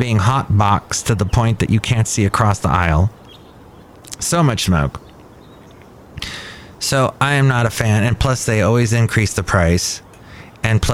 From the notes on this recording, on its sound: podcasts live from Cafe Anyway